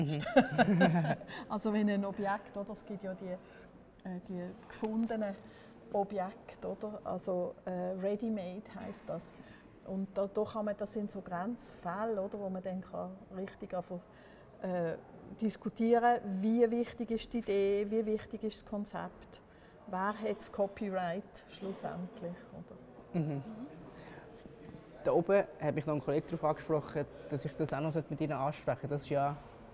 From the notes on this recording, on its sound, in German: Audio-Spaziergang durch den HSG-Campus